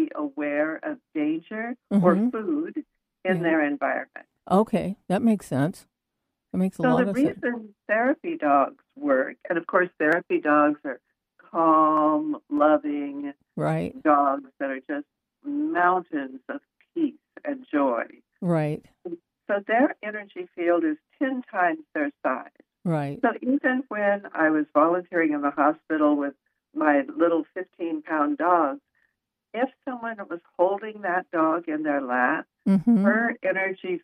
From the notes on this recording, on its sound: When listeners called in to the show! Due to technical difficulties. Had to join by phone today and we apologize for diminished audio quality.